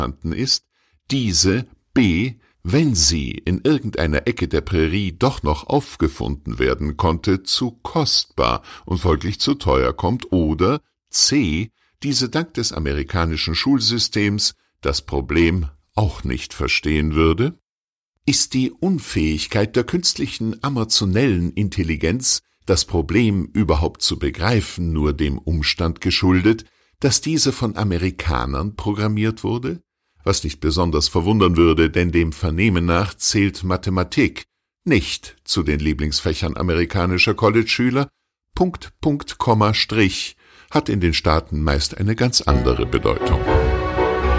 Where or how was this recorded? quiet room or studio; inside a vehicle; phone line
quiet room or studio